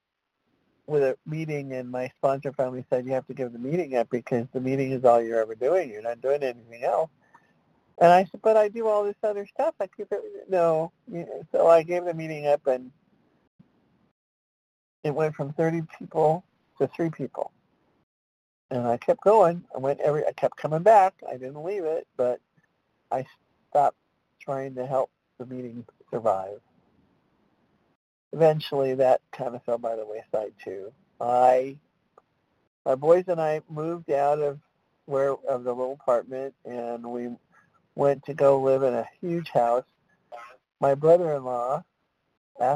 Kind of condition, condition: link, phone line